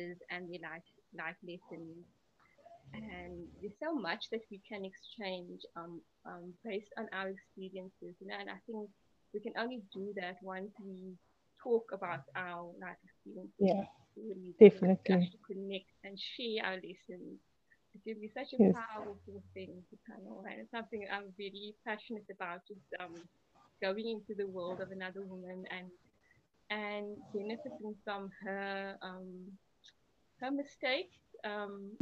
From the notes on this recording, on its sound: Big apologies for the audio quality.